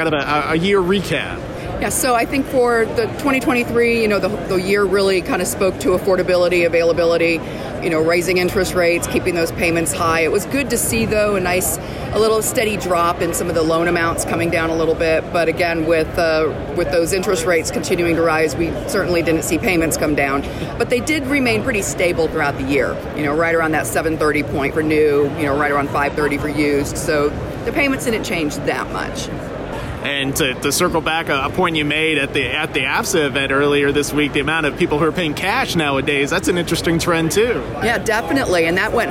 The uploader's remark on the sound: recorded at NADA Show 2024 in Las Vegas.